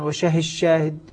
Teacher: الدال في الشين أصبحت شين المشددة · Term: الإدغام